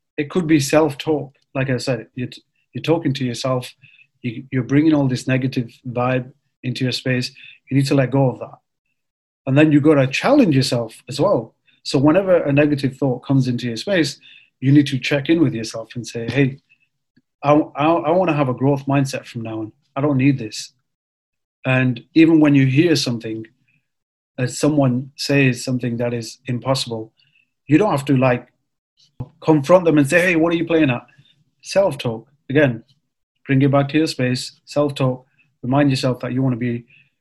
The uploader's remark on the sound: It was recorded live via zoom for the newly launched brothers show.